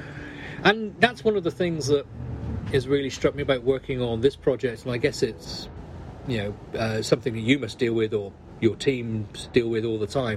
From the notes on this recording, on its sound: Coming to you live from the streets of London.